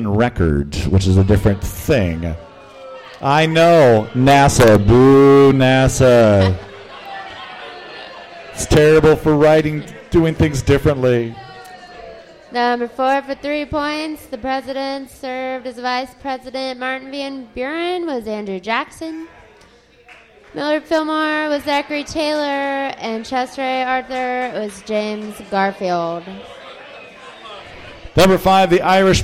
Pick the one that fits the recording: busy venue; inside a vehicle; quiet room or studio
busy venue